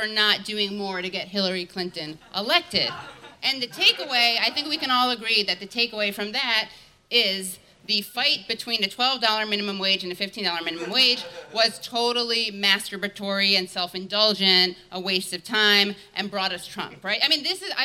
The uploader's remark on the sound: In this live show